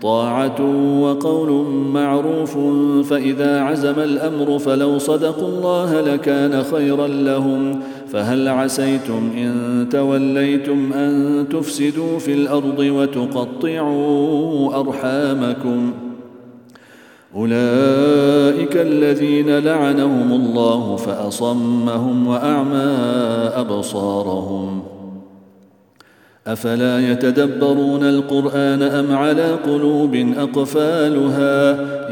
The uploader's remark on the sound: at the Houghton Masjid (West Street)